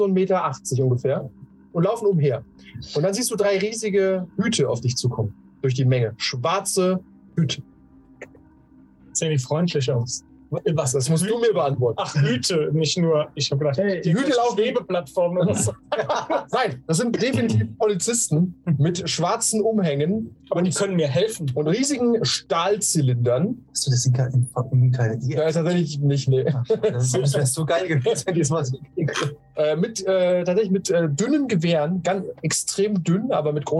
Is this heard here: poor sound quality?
yes